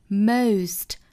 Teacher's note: Most 这个词我们注意是双元音滑动的 O